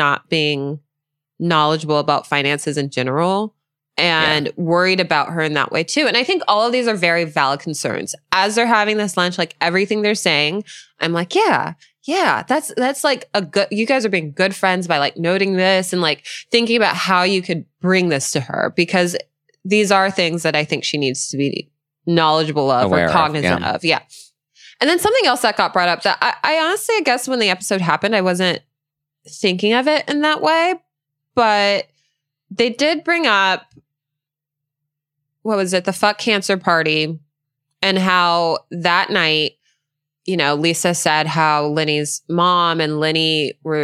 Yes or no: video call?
no